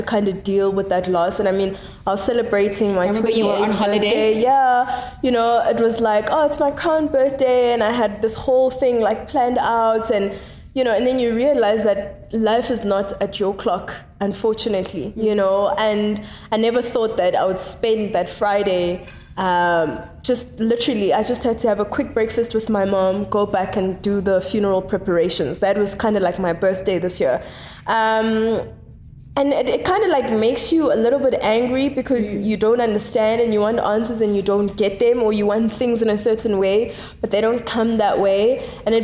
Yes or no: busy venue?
yes